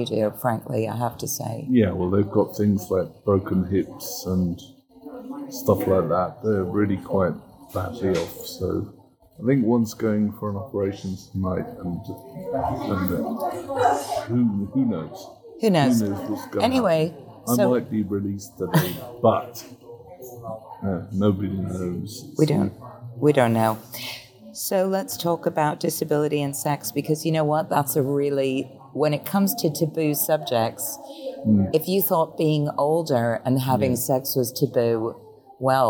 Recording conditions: sounds in the background